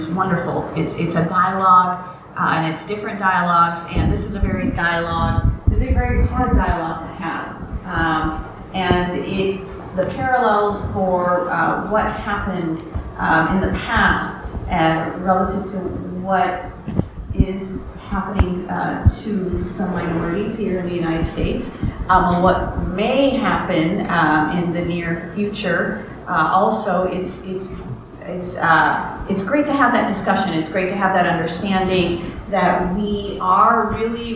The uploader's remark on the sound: NOTE: This podcast is a bit more noisy than our others, but everything should be discernible. We apologize for the sound quality.